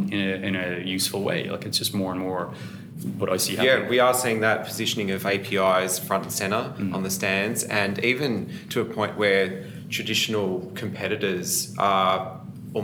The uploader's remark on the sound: come to you live from the recent Gartner IT Symposium 2019 in sunny Brisbane